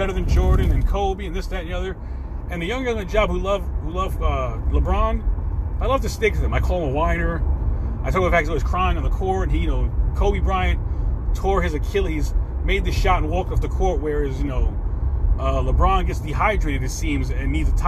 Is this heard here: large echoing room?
no